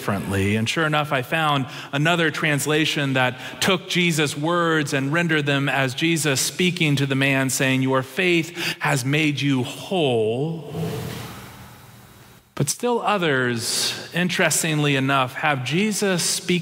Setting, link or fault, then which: setting, live audience